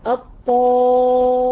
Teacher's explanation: هنجيب طاء مفخمه او طاء مفتوحه بعدها الف. الطامه، دي اعلى درجات الاستعلاء.